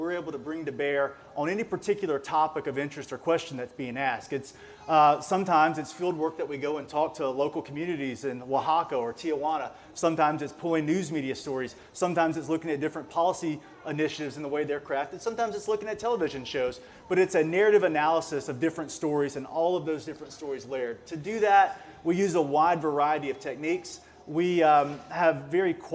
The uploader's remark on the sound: This interview was recorded in February at a Research on Tap event, held at Iron Monk Brewery in Stillwater.